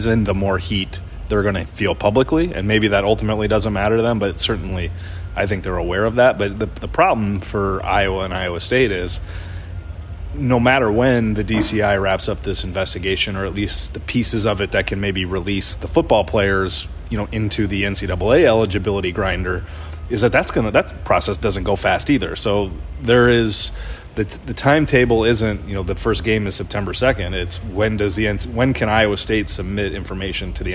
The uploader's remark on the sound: Live from Big 12 football media days. AT&T Stadium in Arlington, Texas, site of the annual Big 12 football media days.